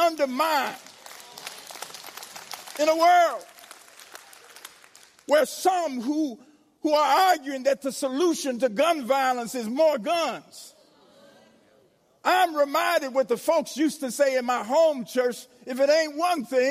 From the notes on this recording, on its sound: Episode 34 is the live recording of his sermon "Stand Up With the Good News"at the North Central Jurisdictional Conference in Ft Wayne, Indiana.